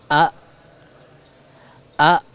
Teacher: huruf hamzah keluar dari pangkal tenggorokan yang merupakan tempat bagi pita suara dengan sifat yang dimilikinya yaitu jahar.